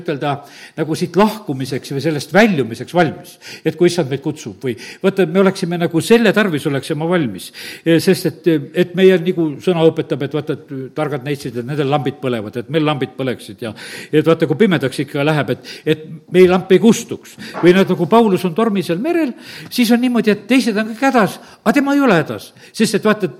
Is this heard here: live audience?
yes